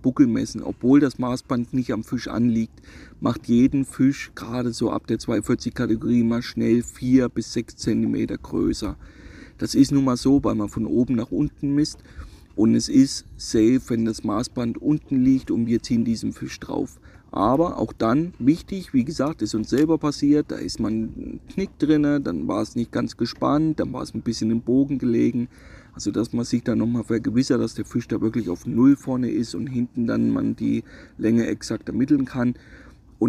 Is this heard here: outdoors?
yes